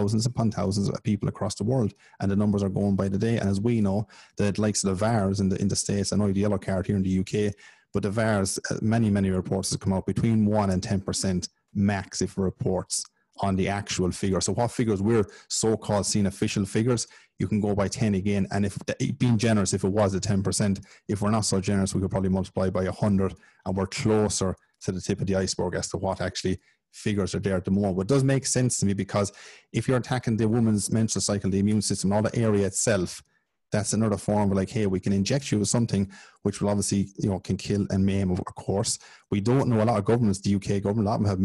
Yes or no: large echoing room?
no